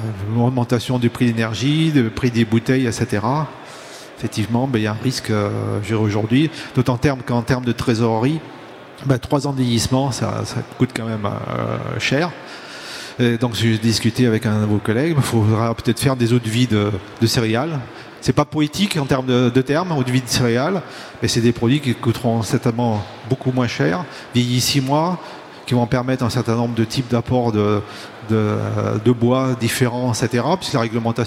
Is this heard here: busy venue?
yes